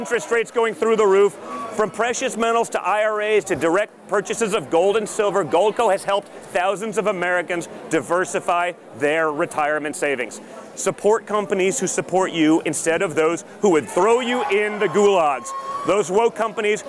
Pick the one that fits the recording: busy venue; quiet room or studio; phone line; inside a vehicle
busy venue